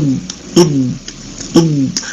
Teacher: فالضاد تخرج من إحدى حافتي اللسان مع ما يحاذيها من الأضراس المسامتة لها